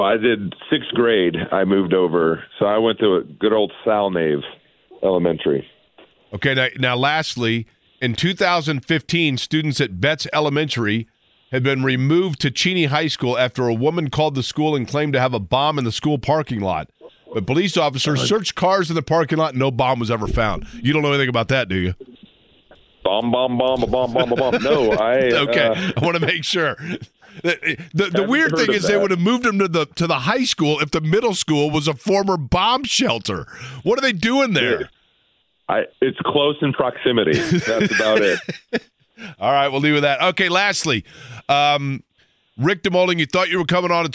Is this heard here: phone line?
yes